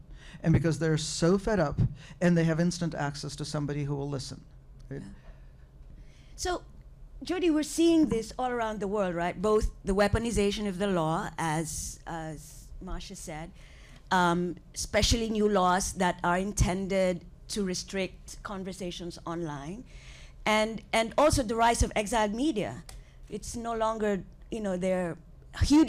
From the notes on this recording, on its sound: taped at the FaultLines conference